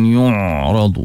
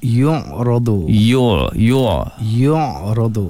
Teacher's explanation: Jangan masuk ke hidung bunyi ain tu. · Shown in: second take